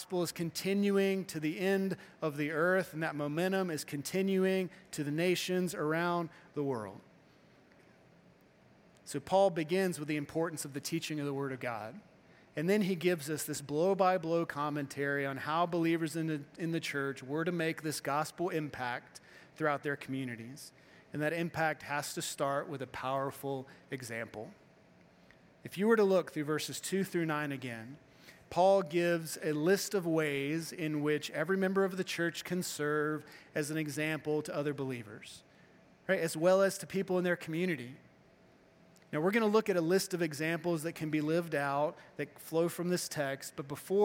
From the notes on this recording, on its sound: Morning Service-Missions Conference